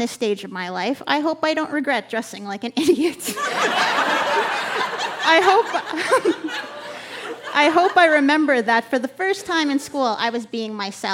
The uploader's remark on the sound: Recorded live at the Park Theatre in Winnipeg, MB.